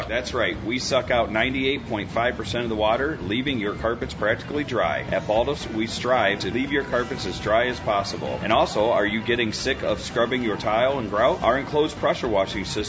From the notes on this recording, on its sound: live from the Edison Invitational Wrestling event